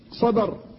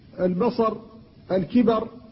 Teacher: فإنك تقف عليها على الراء بالسكون فيجب تفخيمها